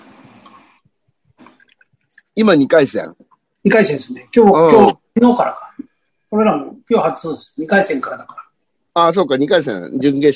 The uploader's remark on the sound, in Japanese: ZOOMで収録